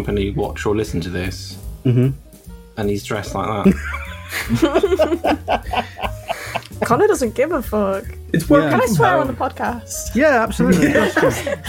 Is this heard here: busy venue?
no